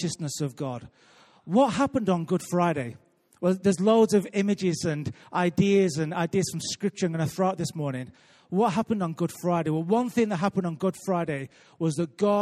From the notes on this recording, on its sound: Recorded live at Life Church on Friday 30th March 2018.